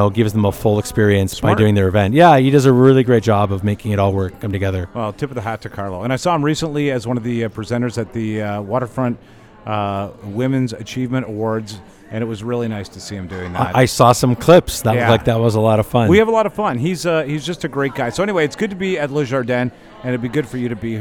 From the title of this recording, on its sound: LIVE from the ITEX Canada Meet & Greet